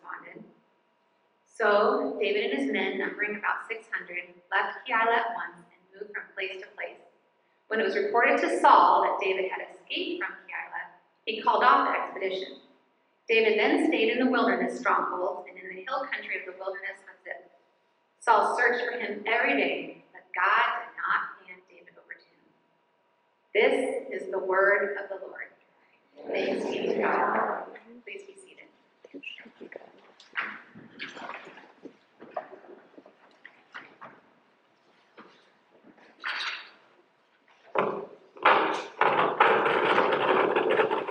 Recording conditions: poor sound quality